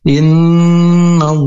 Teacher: nun bertasdid yaitu gunnah harus disempurnakan dengan dua harakat